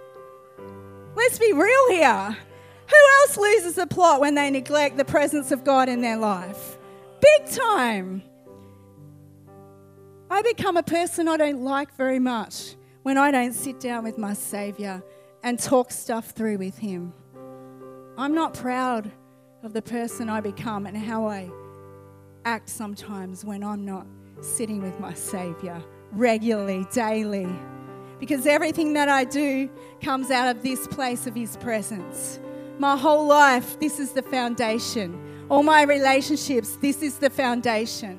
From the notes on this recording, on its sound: recorded on 11/08/2019 at the 11am gathering